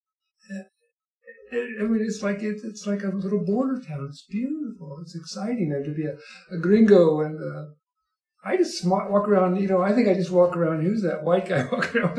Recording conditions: poor sound quality